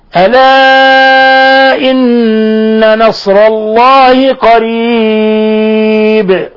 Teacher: ولاحظوا قلقلة الباء حينما وقفنا عليها